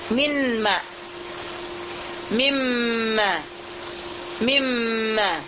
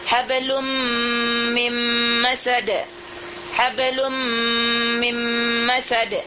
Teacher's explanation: Jadi kita pindahkan makhraj nun ini dahulu ke makhraj mim, kemudian baru kita baca. Kita idghamkan dia ke harful mim dengan tetap ada gunnah, tapi gunnah yang ada ini bukanlah gunnah daripada nun yang sudah kita idgham kamil, tapi gunnah ini adalah gunnah daripada mim.